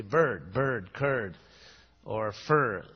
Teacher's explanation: So in all those words, the vowel is actually the R. · Term: the vowel R